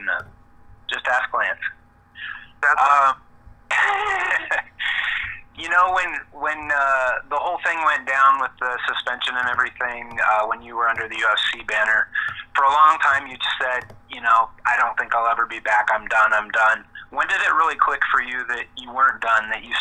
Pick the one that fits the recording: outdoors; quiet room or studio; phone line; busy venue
phone line